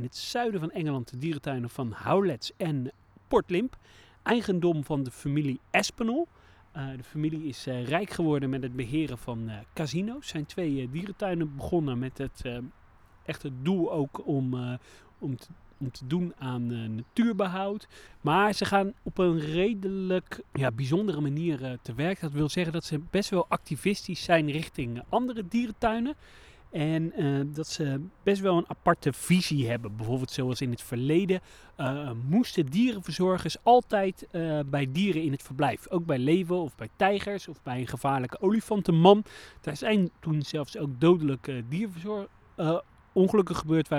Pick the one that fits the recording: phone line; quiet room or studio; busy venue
busy venue